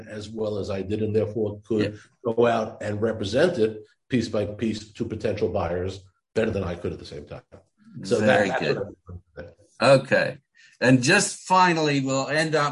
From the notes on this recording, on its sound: We spoke recently via Zoom.